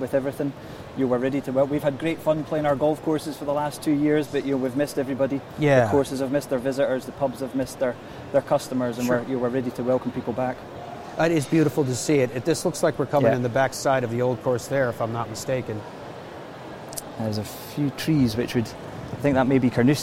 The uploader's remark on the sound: LIVE From The PGA Show. Broadcasts live from the Fashion Lounge at the 69th PGA Show.